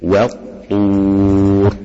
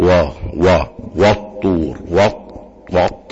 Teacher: الواو قبل الطاء تنطق مرققة وليست مفخمة · Shown in: first take